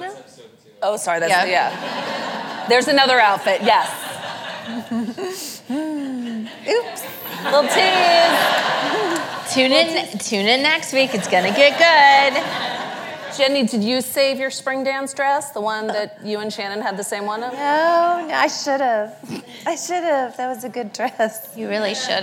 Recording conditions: live audience